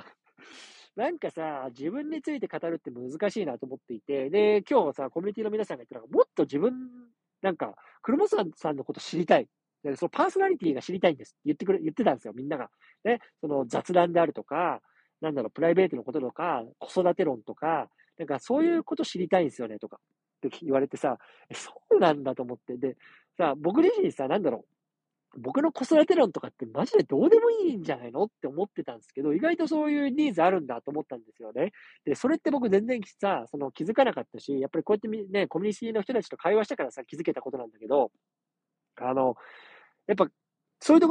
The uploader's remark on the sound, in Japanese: 車の中から収録してます。